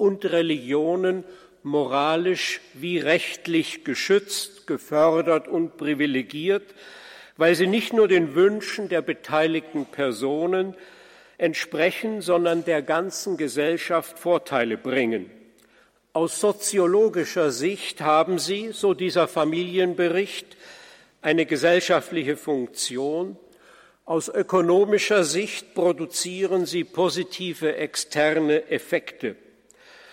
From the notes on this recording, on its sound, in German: Vortragsmitschnitten vom diesjährigen Kongress "Freude am Glauben" und vom "Forum Altötting"